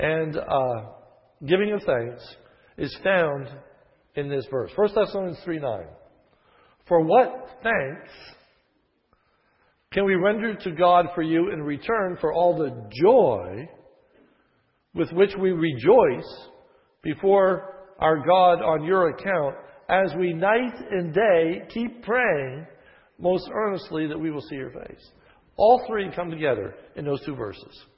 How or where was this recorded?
large echoing room